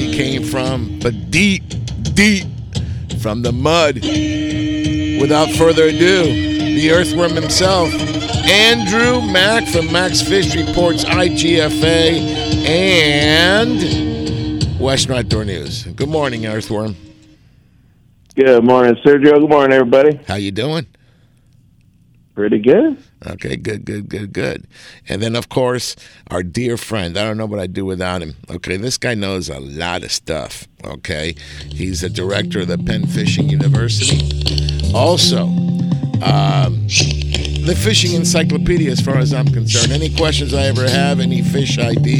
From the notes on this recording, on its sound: "LIVE" from Angel Stadium in Anaheim, CA